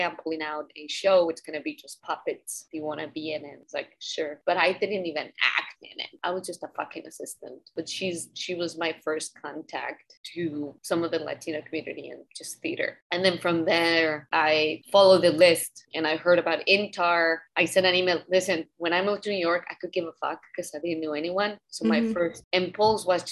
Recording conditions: video call